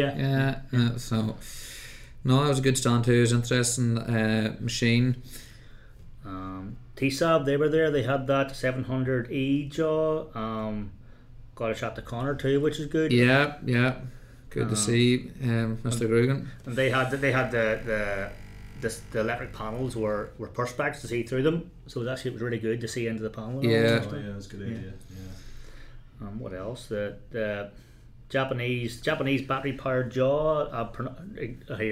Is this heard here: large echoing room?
no